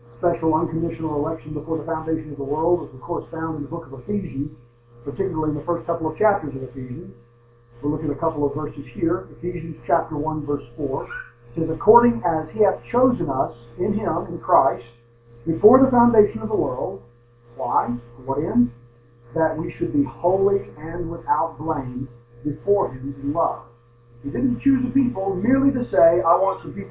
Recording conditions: poor sound quality